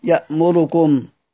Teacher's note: طبعا سيدنا السوسي بيبدل يامركم، بيزيد وجه سيدنا الدوري، دور أبو عمرو يعني، بيقرأها بالاختلاس يأمركم، اختلاس حركة الضم، معناها مش بقرأ بضمة كاملة، يأمركم، بدل ما اقول يأمركم اختلاس الحركة، ان انا بجيب بعض الحركة.